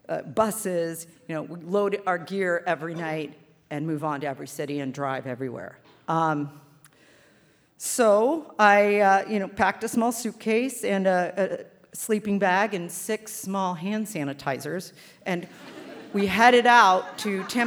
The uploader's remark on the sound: A special live edition of The Moth brought to you from the Lobero Theater in Santa Barbara, California.